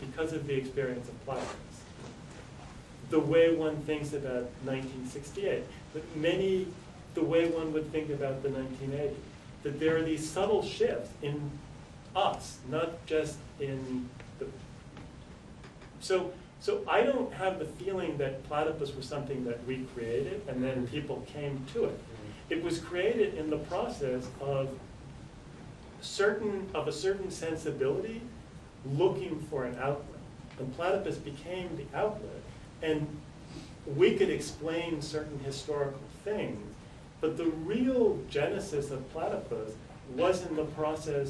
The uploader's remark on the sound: delivered on April 7th, 2012 as part of the 2013 Platypus Affiliated International Convention held at the School of the Art Institute of Chicago